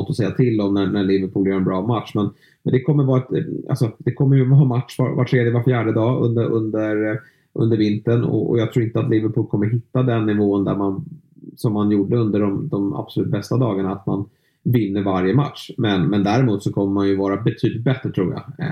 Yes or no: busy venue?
no